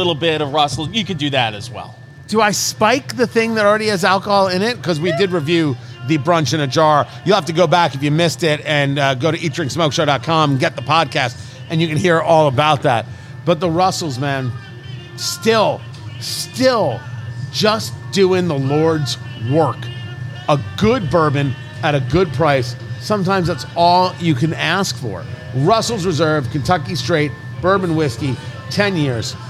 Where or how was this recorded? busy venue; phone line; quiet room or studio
busy venue